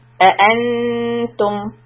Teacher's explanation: And for tum, you're going to push your lips out for the ta dhamma and bring it back for the meem